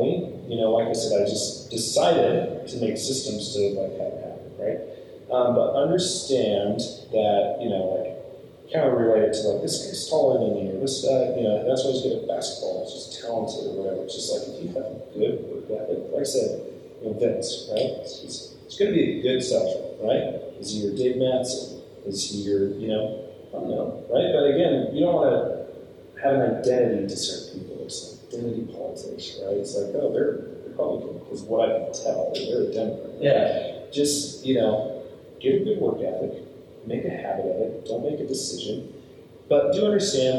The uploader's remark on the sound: sorry about the audio, the primary got lost, and so this is on the backup audio